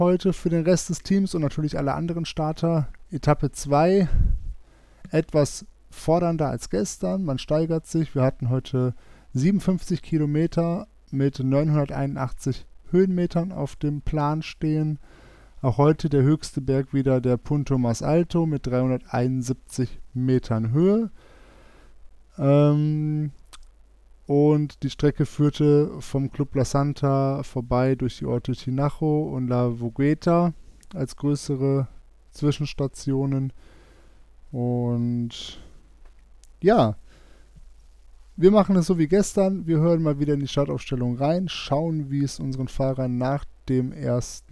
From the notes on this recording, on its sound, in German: 4-Stages im Club la Santa - Etappe 2 - La Vagueto - XC C3. Die zweite Etappe des 4-Stage Mountainbike Race Lanzarote, im Club la Santa ist Geschichte. Berichten auch heute wieder live von der Etappe.